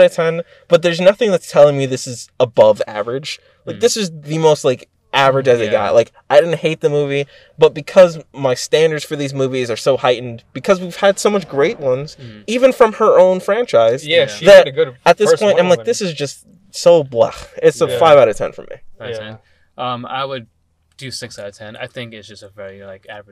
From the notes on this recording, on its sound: Brought to you from our car.